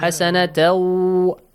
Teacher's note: Idgham with ghunna, nasal sound